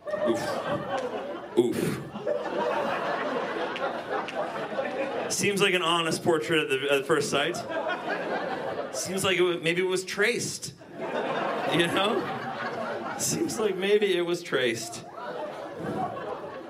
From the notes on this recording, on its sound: The World's ONLY Live Magic Comedy Podcast. Today we get to the bottom of it LIVE from Vancouver at the Rio Theatre. There are magic performances, jokes, a t-shirt cannon, confetti streamers.